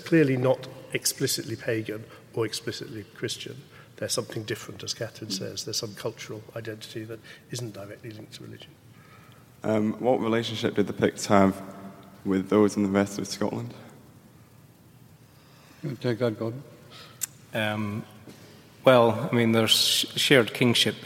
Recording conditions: live audience